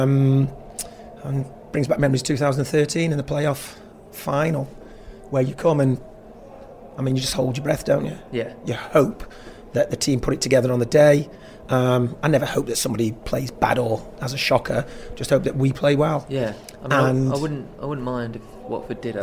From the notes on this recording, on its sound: Live from Wembley!